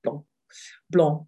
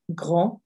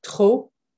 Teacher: common French words that end in consonants where the consonant's silent at the end of the word